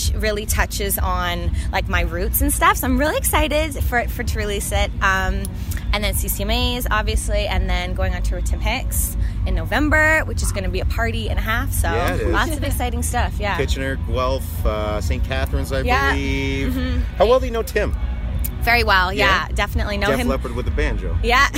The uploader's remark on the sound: Live from Boots & Hearts